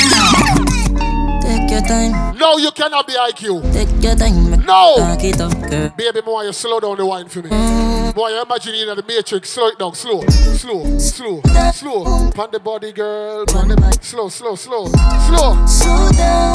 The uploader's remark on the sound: Live Set at 3WAY. Scala night club, London Uk.